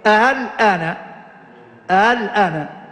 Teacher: تحقيق همزه الاستفهام وتسهيل همزه الوصل